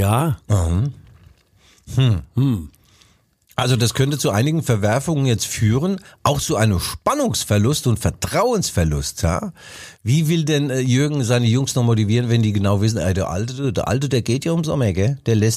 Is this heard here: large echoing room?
no